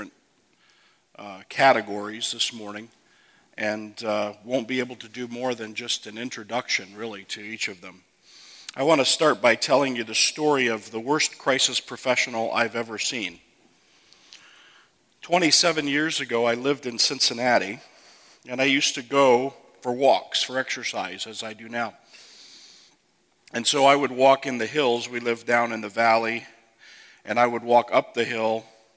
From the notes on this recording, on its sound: From the 2015 Clearnote Pastors Conference.